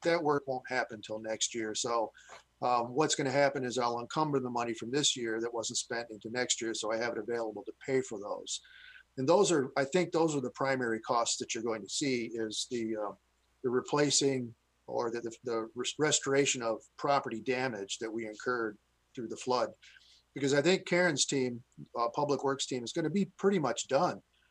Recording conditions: video call